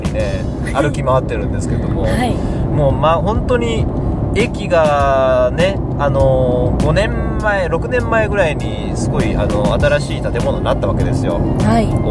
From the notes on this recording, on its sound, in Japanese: 下條村への道中で録り貯めした「ボクワタ」音声